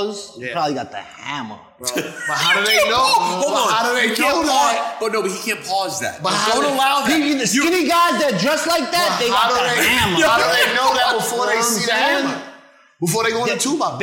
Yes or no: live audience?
yes